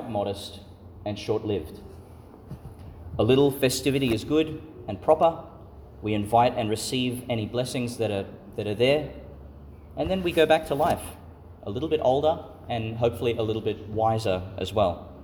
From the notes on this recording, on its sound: Homily for the Solemnity of the Nativity of Jesus Christ (Vigil) , delivered at St Patrick's Church, Calliope, Qld.